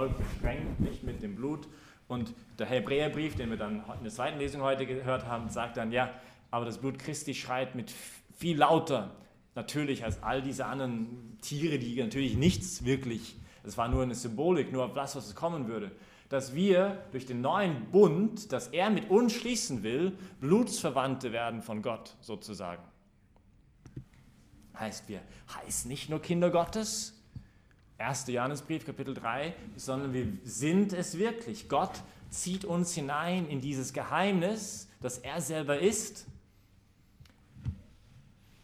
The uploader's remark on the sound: Predigt gestern bei der BeFree Messe im Zentrum Johannes Paul II: in Wien.